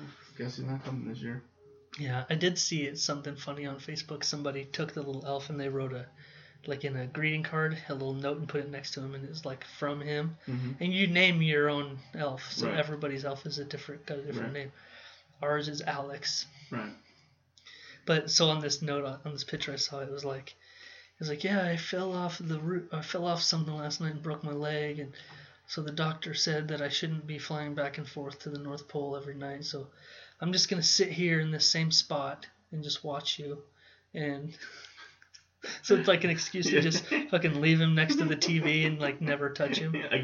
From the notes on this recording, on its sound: THE MIXER WAS NOT CONNECTED CORRECTLY TO THE LAPTOP SO WE RECORDED THE WHOLE SHOW THROUGH THE LAPTOP MIC. SORRY ABOUT THE SOUND ISSUES.